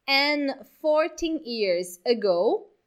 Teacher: você também pode dizer simplesmente an, tá bom? Não precisa falar o de. Não tá errado dizer o de, mas você também pode dizer sem o de.